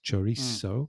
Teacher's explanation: a Latin American would pronounce the Z as an S